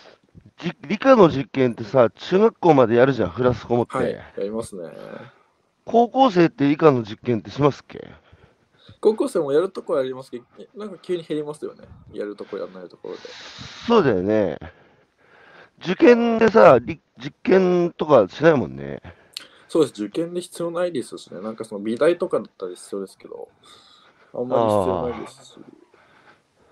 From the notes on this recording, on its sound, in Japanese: 歩きながら1時間、対談する。